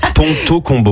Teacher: Parce que le PLB, c'est bilabial, donc c'est-à-dire que t'as les lèvres qui se touchent. Le T, c'est dentaire, et le C, ça vient du fond de la gorge.